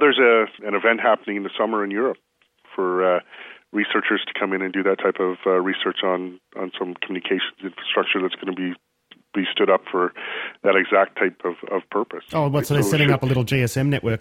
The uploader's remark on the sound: I spoke to him by phone